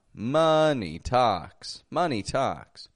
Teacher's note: And by the way, notice that syllable stress. Strong, weak, strong.